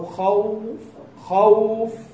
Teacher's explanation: تجد صح أن الشفتين تنضمان إلى بعضهما حتى تكادان تنطبقان، لكن يكون بينهما منفذ · Term: الواو